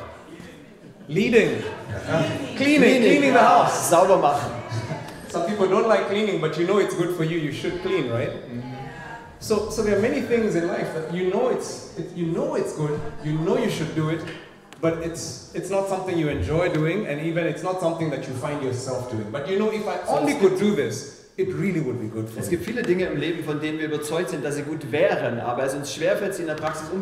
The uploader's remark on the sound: In this message preached at Mavuno Berlin